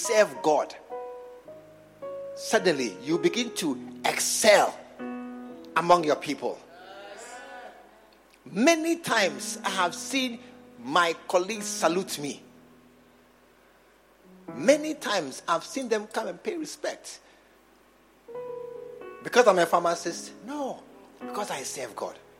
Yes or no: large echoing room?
yes